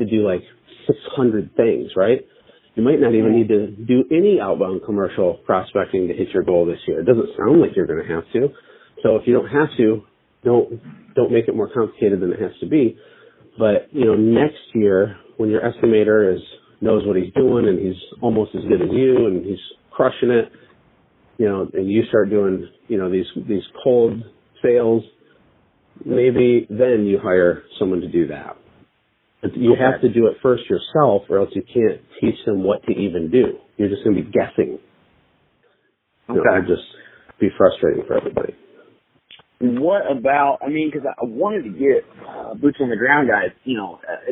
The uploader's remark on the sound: Live Coaching Call With A Growing Business